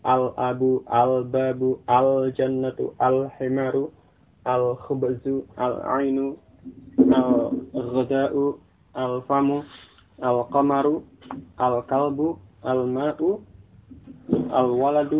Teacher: Di mana alif lam ketika masuk pada huruf-huruf ini bertemu dengan huruf-huruf ini yang berada di awal isim, maka lamnya tetap dibaca dengan jelas · Term: huruf-huruf qamariyah